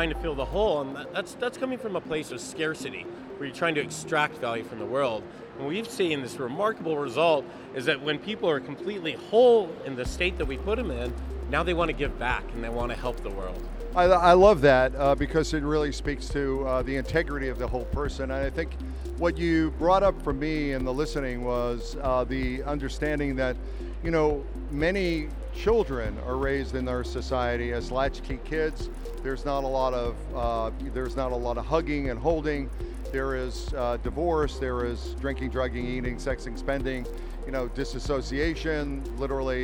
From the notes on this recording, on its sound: Wonderland Miami Interviews. At the Wonderland Miami conference, I interview.